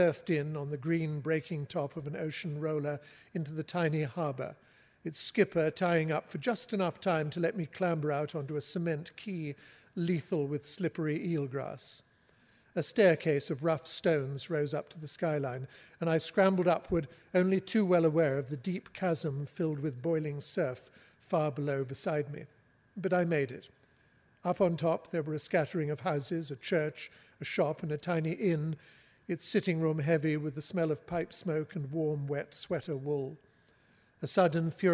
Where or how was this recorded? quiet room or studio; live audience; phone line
live audience